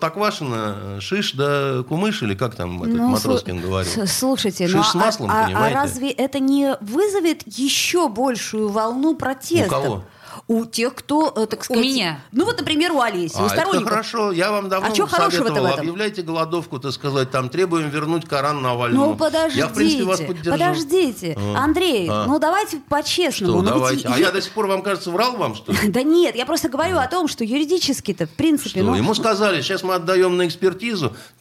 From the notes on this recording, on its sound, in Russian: По телефону.